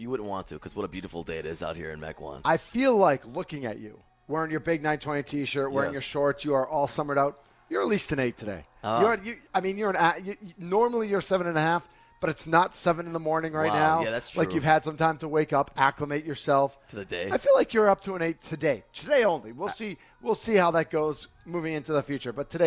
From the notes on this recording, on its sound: Live from The Ruby Isle Auto Land O' Lakes All-Star Game